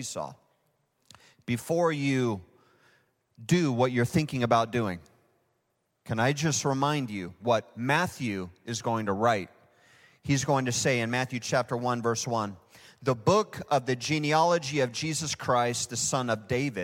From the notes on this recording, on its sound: Recorded live at Hope Church in Springfield, Mo.